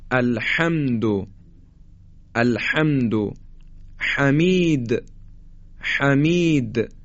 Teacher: گرفتگی صدا زمانی که ما حرف ح رو تلفظ میکنیم، مثل کسانی که یک فرض بفهمید پوست تخمه تو گلوشون گیر کرده و میخوان اون رو به بیرون به سه هدایت بکنن و از گلوشون در بیارن، میگن ح.